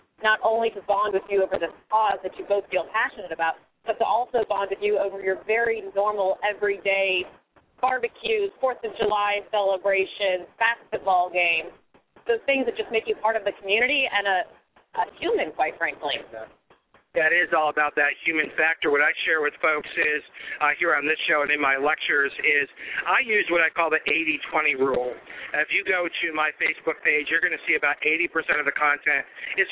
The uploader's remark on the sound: LIVE AT THE AFP TECHKNOW Conference in Orlando